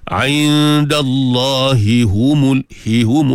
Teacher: huruf ha ni huruf yang mudah hilang, dan dia tersembunyi, dan dia kalau kita tak jaga betul, dia mudah hilang pada sebutan.